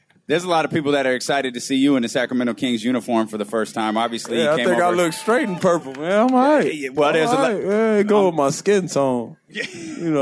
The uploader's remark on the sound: Live At Sports Fest